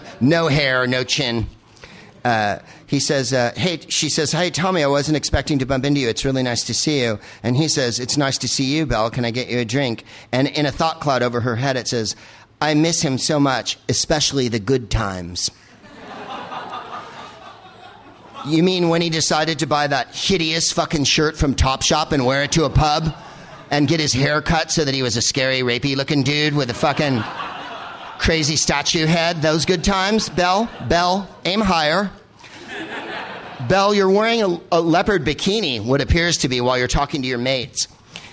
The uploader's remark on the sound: Live from the Gilded Balloon in Edinburgh